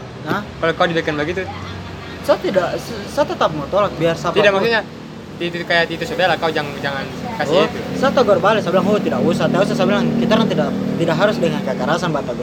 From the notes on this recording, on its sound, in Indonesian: Diselah-selah ngerjain Proyek Video Profil KPMB-Y di panasnya cuaca Yogyakarta. Kita ngopi di angkringan di kawasan Tigu Jogja.